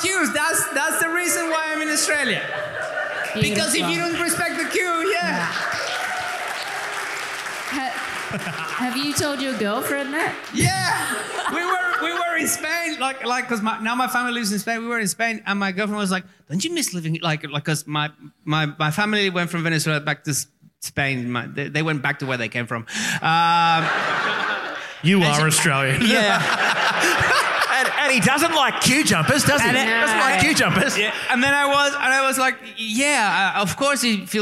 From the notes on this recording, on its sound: LIVE at Grapes of Mirth. At the Grapes Of Mirth festival!